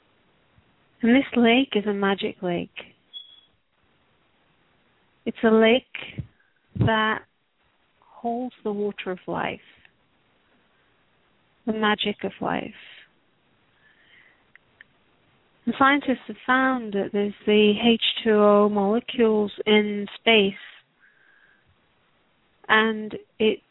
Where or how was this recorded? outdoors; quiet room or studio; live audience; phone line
phone line